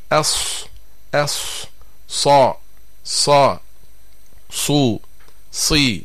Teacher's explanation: تخرج هذه الحروف الثلاثة من منتهى طرف اللسان، أي من رأسه مع أسفل الصفحة الداخلية للثنايا السفلى، فيخرج الصوت من فوقها مارا بين الثنايا العليا والثنايا السفلى. · ففي حرف الصاد ترتفع مؤخرة اللسان ويضيق المخرج، وهذه صفة الاستعلاء والتفخيم · Term: حروف الصفير